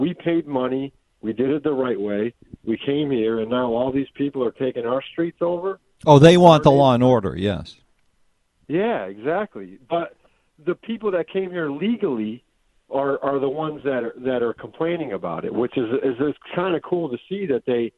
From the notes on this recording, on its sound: take phone calls